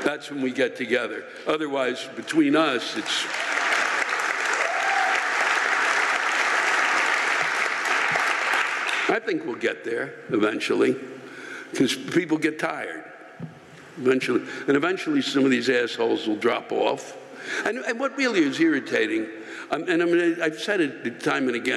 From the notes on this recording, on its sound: The live rants come from the show in Huntington NY on April 3, 2020.